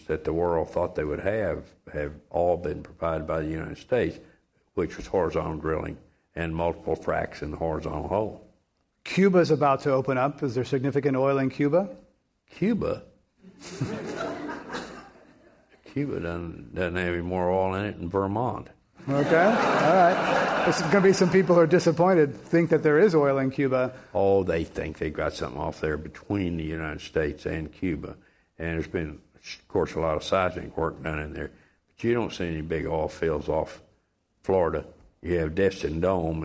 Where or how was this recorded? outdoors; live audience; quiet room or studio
live audience